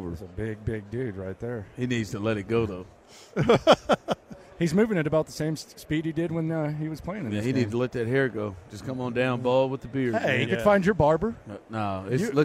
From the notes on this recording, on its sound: In The Loop LIVE In Vegas. Live from Radio Row.